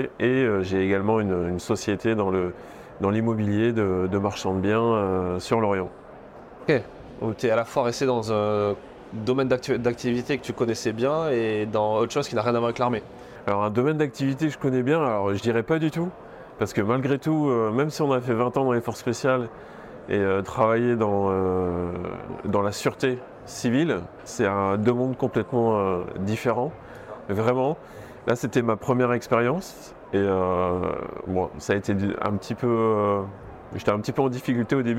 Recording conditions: busy venue